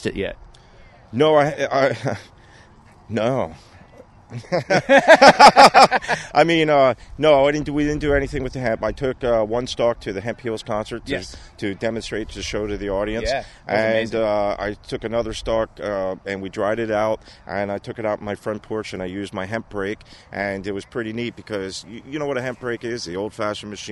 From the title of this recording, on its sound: On location in Bethlehem Pa Industrial Hemp Field